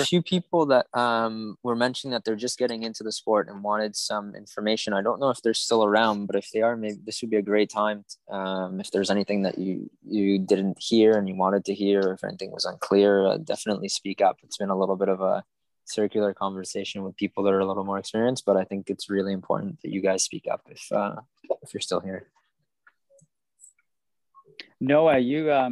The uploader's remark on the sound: Recorded live on Zoom. This is a round table conversation and the audio quality is not studio quality.